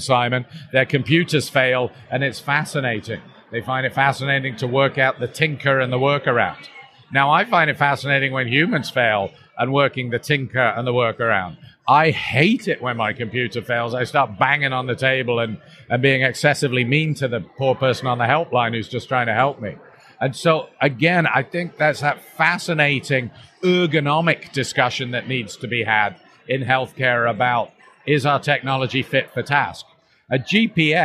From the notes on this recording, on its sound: This podcast was recorded at the Intensive Care Society State of the Art meeting in London 2018. The audio was recorded live and at the venue so there is a fair bit of background noise.